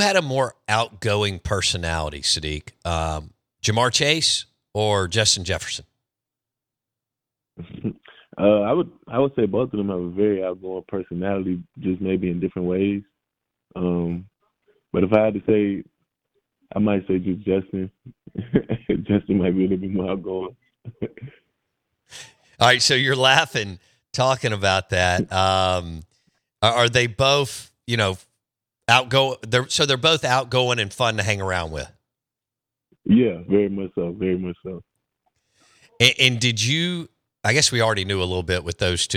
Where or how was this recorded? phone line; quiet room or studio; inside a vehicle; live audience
phone line